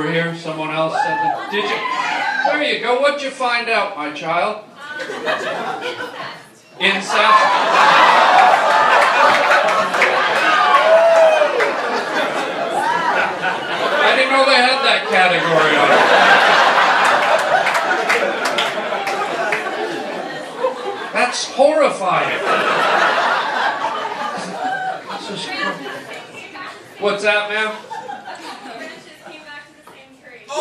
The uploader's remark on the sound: LIVE stand up. Cancer benefit. Does live stand up for a wonderful cancer benefit and ends up doing crowd work for 90% of his show. What a great crowd and a great cause.